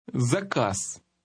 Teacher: Z at the end of that word sounded almost like an S, didn't it? Remember, some Cyrillic letters have different sounds when appearing in the middle or at the end of a word.